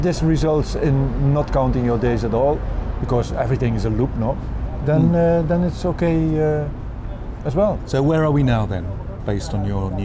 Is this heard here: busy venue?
yes